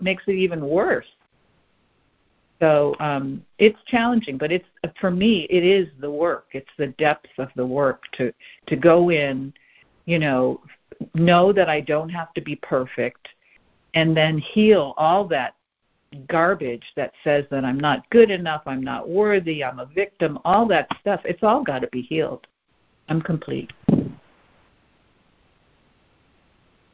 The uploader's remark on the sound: ACIM Daily Conference Call.